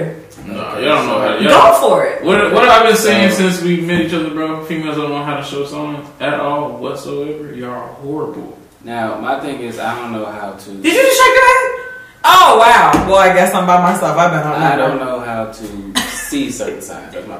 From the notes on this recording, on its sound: Sorry about the audio